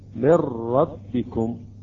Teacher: النون أضغمت في الراء أصبحت راء مشددة